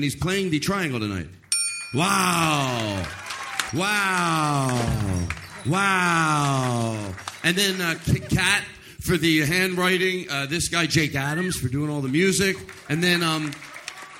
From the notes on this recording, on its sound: Live from LA Podfest. A special live episode from LA Podfest 2015.